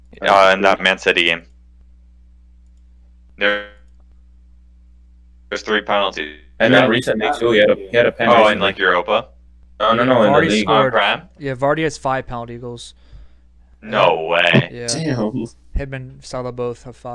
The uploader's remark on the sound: We had some technical issues and we apologize for that.